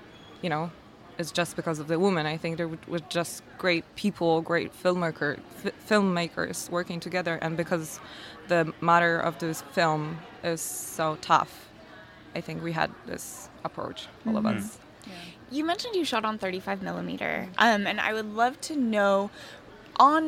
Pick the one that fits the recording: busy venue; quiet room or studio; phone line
busy venue